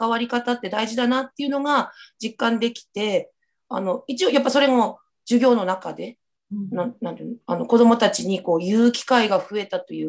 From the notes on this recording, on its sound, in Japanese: Zoomでお話を聞きました